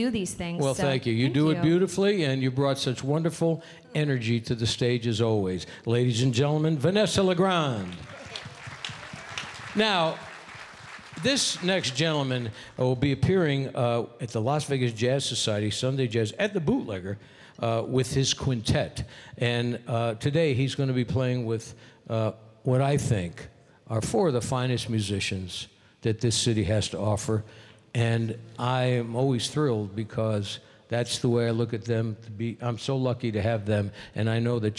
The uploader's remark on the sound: Live at the South Point Casino